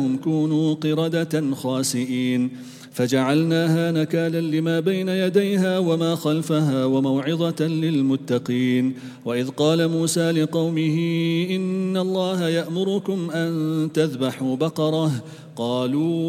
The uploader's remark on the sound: at the Houghton Masjid (West Street)